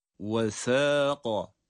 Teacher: Sa ince, birer miktar uzatıyoruz. Kaf kalın.